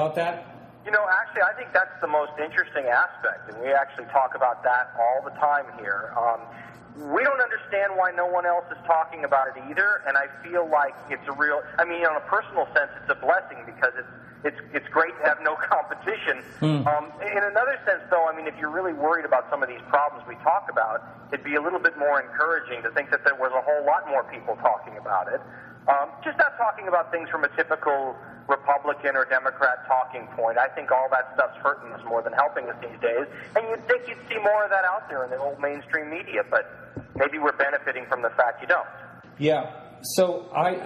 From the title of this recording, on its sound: Phone Guest